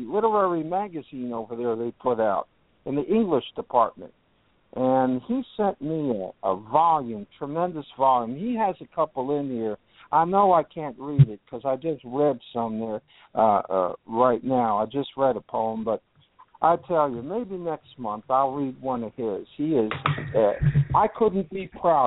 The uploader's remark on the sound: We had a poetry packed show with callers from Birmingham, Alabama, Los Angeles, California, Ontario, Canada, Belfast, Maine, New York City, New York, Bellingham, Washington, and Topanga Canyon, California.